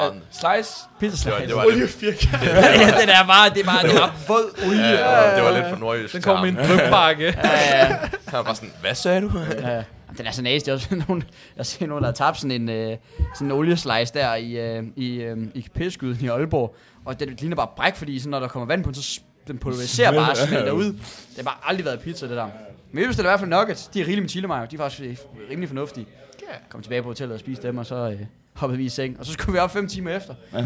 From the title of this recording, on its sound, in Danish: Live Fra Guldgrillen!